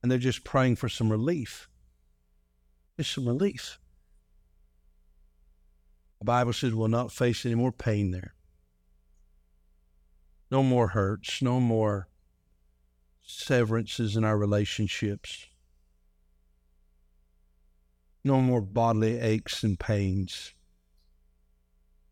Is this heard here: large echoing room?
yes